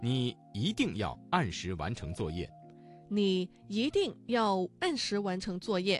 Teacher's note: 们往前走。晋祠有三绝，就是南老泉、宋塑仕女像和奏白。我们现在去看一下宋塑仕女像。这边呢是献殿，这个是个金代的建筑。对，它也是晋祠的三大国宝建筑之一。这个桥叫鱼沼飞梁。它最早的时候在北魏郦道元的《水经注》中呢就有记载：早期稷山枕水有塘苏鱼祠，随侧有梁塘，结飞梁于水上。所以这个桥在1500年前就有，是我国立交桥的雏形。还有就是圣母殿，是我国宋代建筑的一个代表作。在刚才的节目当中，我们听到了很多读音发生了语流音变的字，接下来我们一起来举例几个词语，继续来了解语流音变的知识。一定，这个词当中的一在4声之前，它的读音就变成了二声